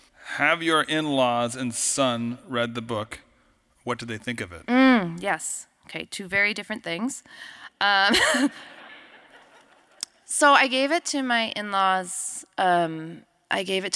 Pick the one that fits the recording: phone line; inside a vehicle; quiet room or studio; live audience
live audience